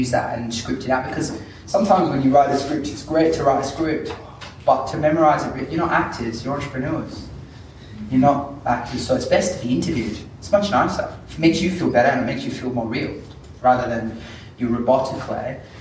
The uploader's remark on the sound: This is a live recording of a workshop. Workshop attendees use it to share their own stories.